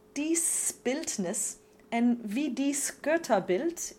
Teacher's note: The B and the G do not voice the S before it.